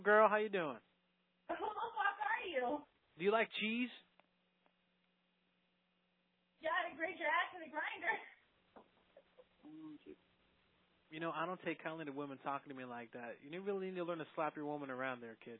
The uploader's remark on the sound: …'s Personal Prank Phone Calls Collection.